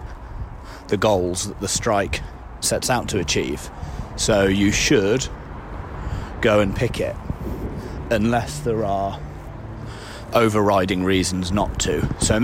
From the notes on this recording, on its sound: Recorded during strike action. Walking and talking. Picketing.